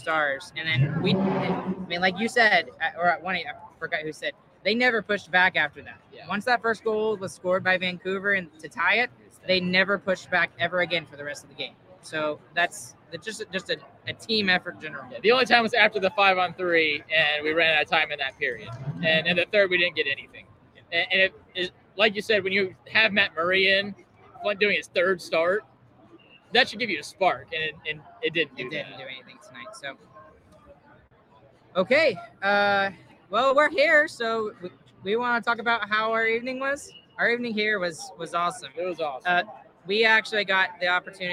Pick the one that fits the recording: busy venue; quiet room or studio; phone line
busy venue